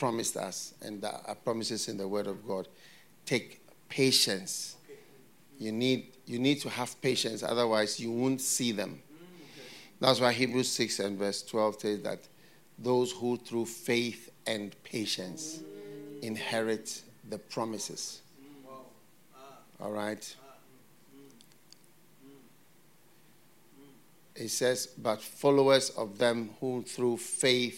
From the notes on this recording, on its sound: Preached at FLOW Church Service.